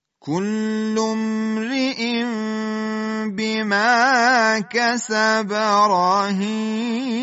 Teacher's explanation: تنوین به حرف با رسید، قلب به میم و بعد اخفاء میم در حرف با، با دو حرکت غنه